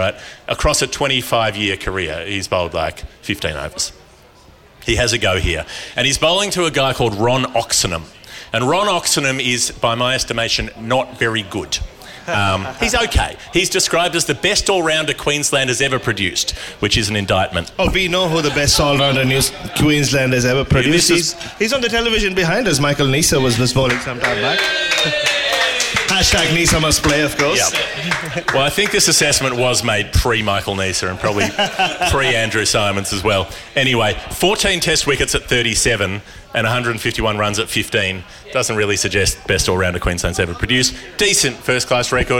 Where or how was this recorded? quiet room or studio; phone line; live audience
live audience